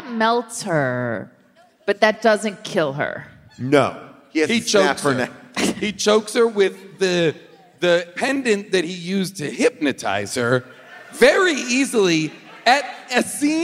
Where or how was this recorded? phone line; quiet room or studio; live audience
live audience